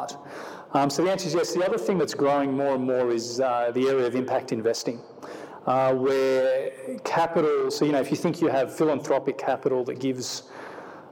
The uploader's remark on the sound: on stage at the Festival of Place